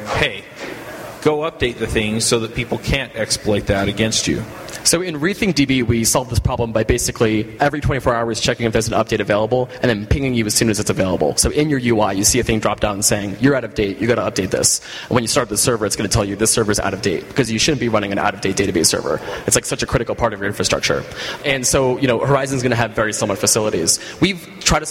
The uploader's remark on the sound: Live from ng-conf!